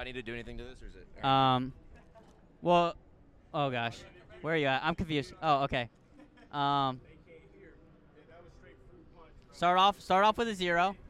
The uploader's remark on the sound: LIVE In Daytona